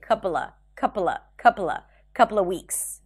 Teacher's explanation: you can even drop the v sound and just say couple of, couple of, couple of, couple of weeks.